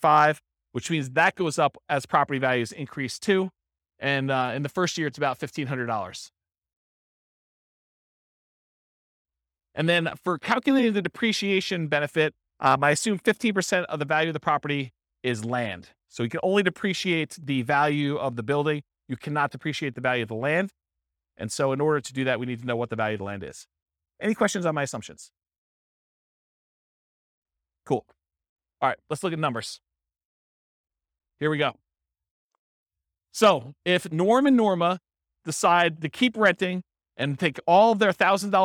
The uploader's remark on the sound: This was a live class recorded